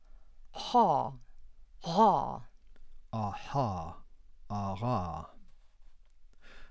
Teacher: the pharyngeal fricatives, made by constricting the pharynx